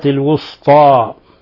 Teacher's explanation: الوسطى نرقق السين ونفخم الطاء. وليحذر القارئ من تفخيم السين حتى تنقلب صادا فيقرأها الوسطى الوسطى لا وإنما الوسطى الوسطى.